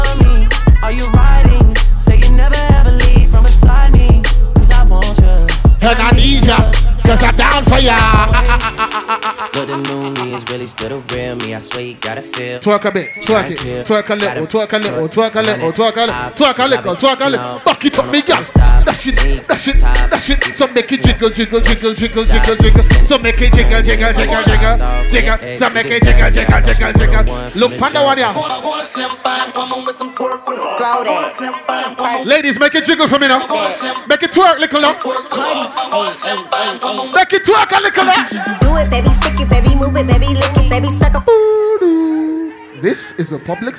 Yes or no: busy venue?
yes